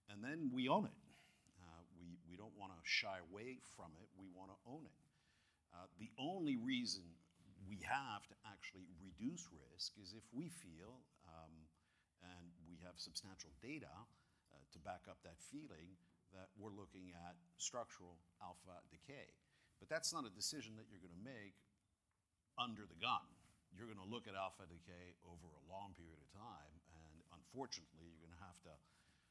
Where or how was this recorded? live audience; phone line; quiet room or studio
live audience